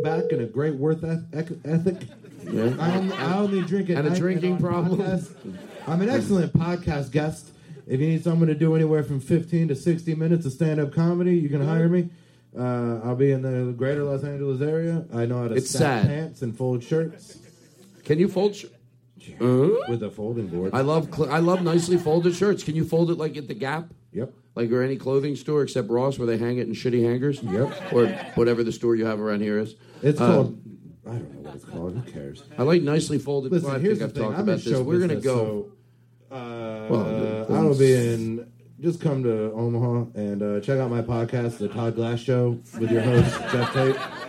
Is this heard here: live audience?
yes